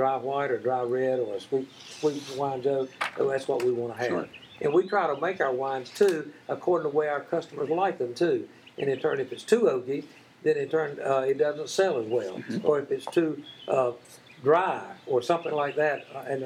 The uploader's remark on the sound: We recorded this episode outside because there's nothing better than relaxing under the shade trees when you visit.